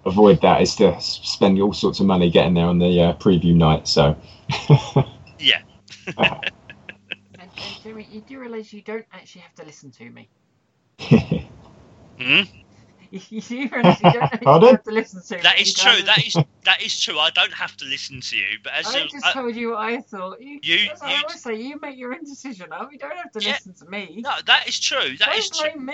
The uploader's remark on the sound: Please note we had some minor sound difficulties while recording this episode.